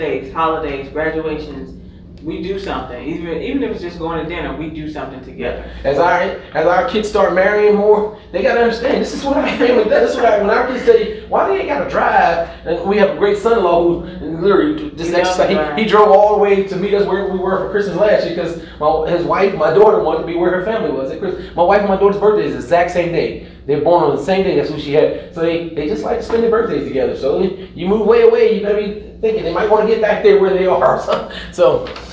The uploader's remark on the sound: Live from REACHgathering 2021. Track presentation at REACHgathering 2021!